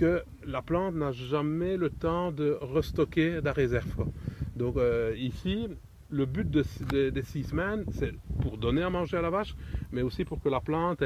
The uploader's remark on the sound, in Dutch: Beluister zijn getuigenis die werd opgenomen tijdens de Wervel-excursie.